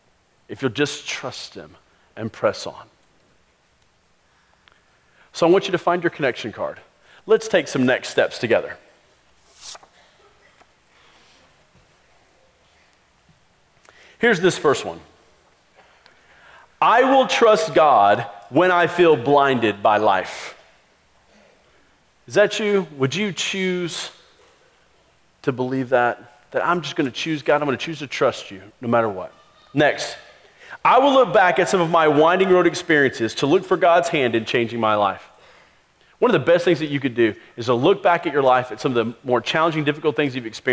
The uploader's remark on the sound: Christmas Eve Service (Audio)